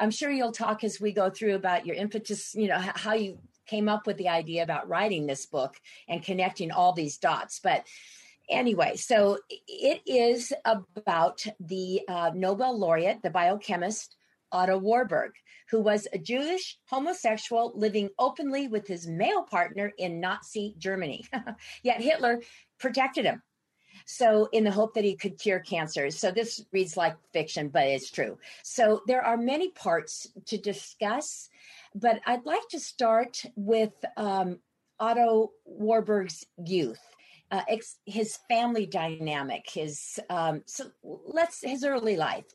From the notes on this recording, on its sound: This program was recorded via video conference on June 1st, 2021 by the Commonwealth Club of California